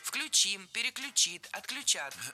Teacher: в глаголах с корнем ключ. Ударение на этот самый корень никогда не падает.